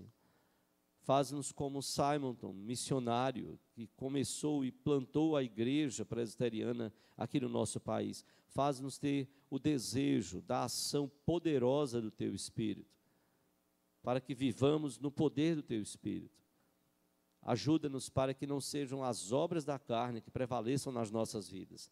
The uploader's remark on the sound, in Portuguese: Culto matinal(9h) presencial e transmitido ao vivo